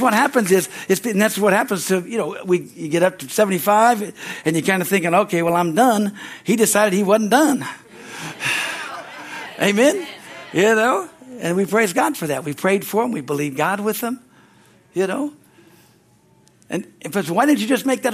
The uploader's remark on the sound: from the Sunday, Service on September 10, 2023 at Harvest Bible Church Stockton, California